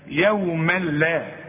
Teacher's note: ادغام كامل بدون غنة ما تغنش هنا عند اللام